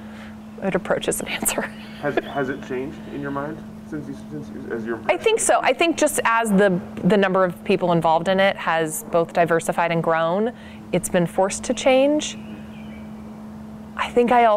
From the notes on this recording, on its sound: outside Nicholson Library in McMinnville